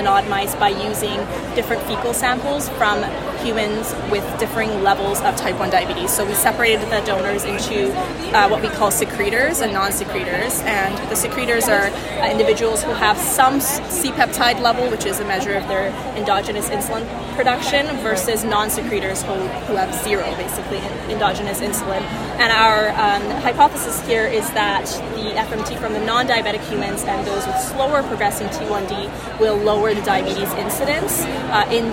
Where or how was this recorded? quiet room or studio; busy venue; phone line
busy venue